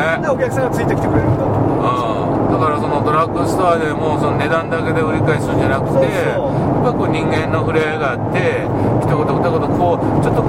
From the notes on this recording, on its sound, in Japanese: 福井県へ向かう車の中でドライビング対談収録をいたしました。